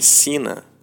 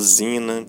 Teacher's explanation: E tem um problema, porque o nome dele não é Zina, mas o S aqui em alemão, no começo da frase, ele sempre se pronuncia como um Z · Shown in: second take · O nome dele é Sina.